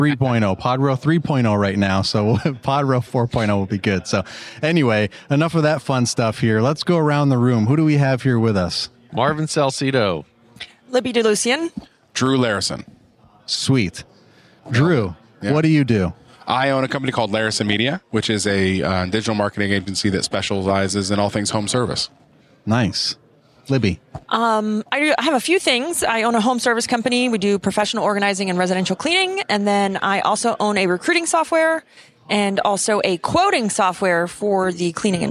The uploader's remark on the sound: Pod-Row at Synkd LIVE